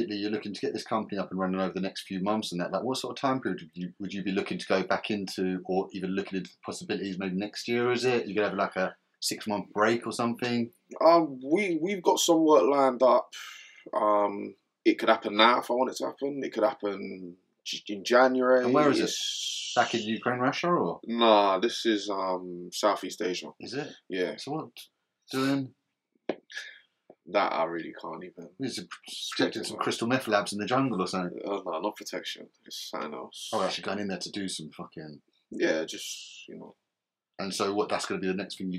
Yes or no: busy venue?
no